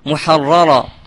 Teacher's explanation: وإذا تكررت والأولى مشددة وجب التحفظ على إظهارها وإخفاء تكريرها، كقوله محررة.